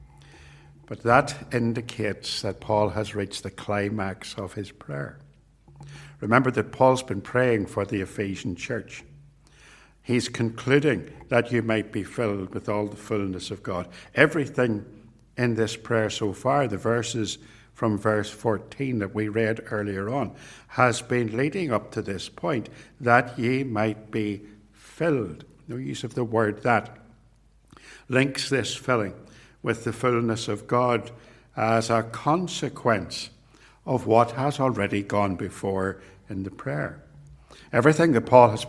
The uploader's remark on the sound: This sermon was preached at both Ballymacashon and Templepatrick reformed Church. This recording was made at TRC, and is reproduced here with their kind permission.